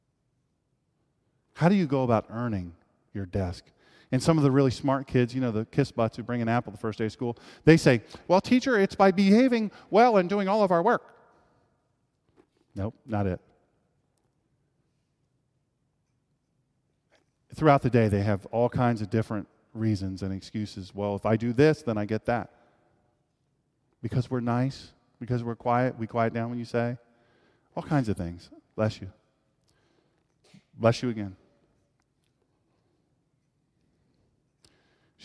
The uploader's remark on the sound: This is a live speech. At Sharp Hall at the University of Delaware.